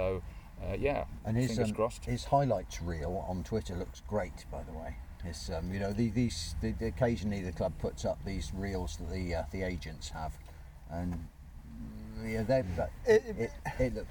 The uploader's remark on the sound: This week from the sun-kissed meadows of Seale Hayne - well, a car in the car park to be truthful.